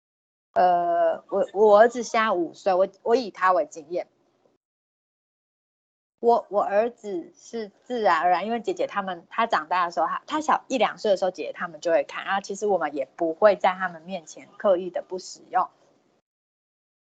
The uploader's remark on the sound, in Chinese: 此為線上課程錄音檔